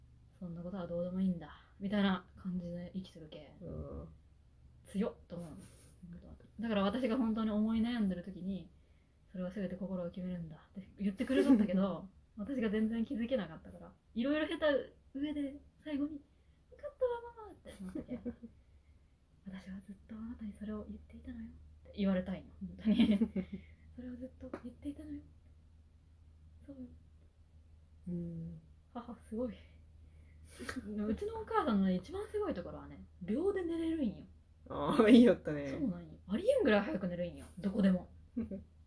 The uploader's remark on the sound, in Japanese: 音質がかなり悪いです。